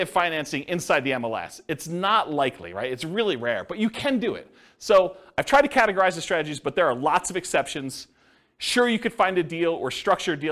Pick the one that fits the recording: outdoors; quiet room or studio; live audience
live audience